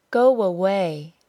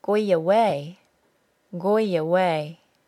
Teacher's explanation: Did you hear the W sound between the words? · Shown in: first take